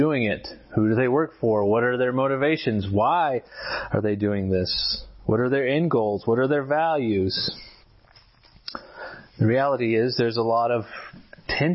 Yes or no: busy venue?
no